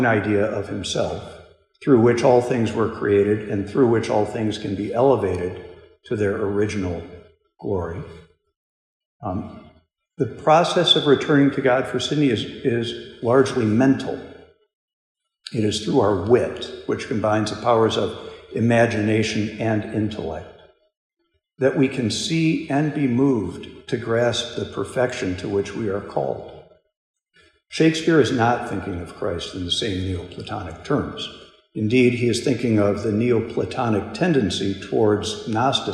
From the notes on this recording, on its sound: This lecture was given at Hillsdale College. As part of the Thomistic Institute conference "Christology in Literature."